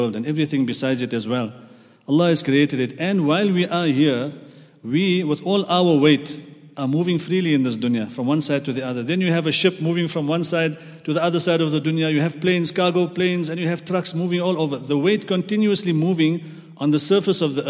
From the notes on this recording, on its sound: at the Houghton Masjid (West Street)